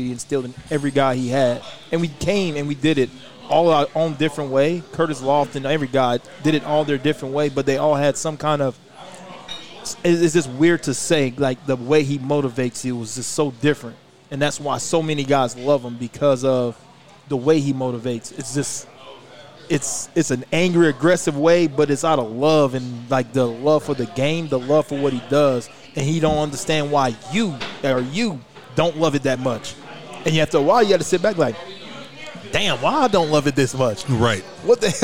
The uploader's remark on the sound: LIVE from Brent's Cajun Seafood